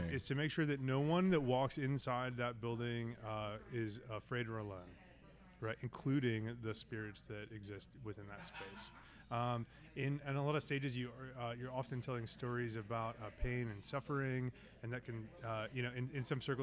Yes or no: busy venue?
yes